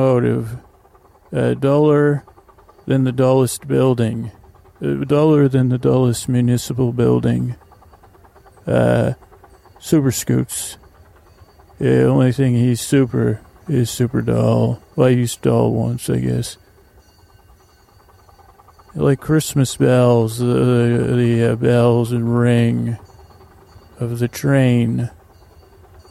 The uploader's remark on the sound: On Location at Tilden Park. This episode contains mild background audio from a train and a carousel.